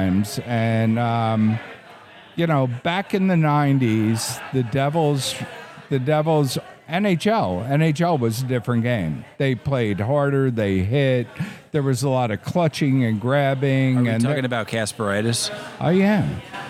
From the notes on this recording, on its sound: This episode was recorded live in the lobby of the Arrras Hotel in Asheville, NC.